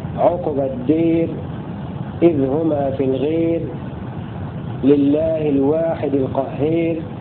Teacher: قرأ بإمالة كل ألف بعدها راء متطرفة مجرورة